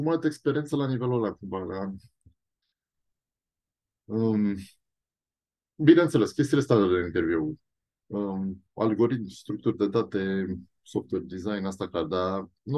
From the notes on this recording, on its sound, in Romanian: Ne-am auzit pe Zoom